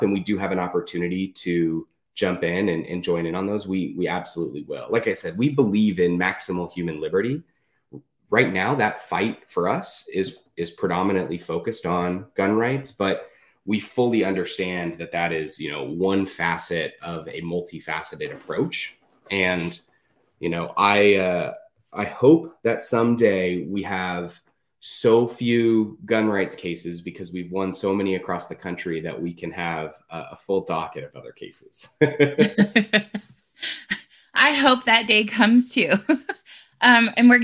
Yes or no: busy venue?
no